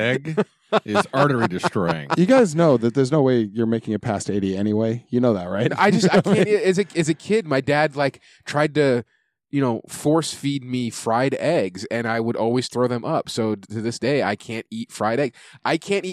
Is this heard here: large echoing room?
no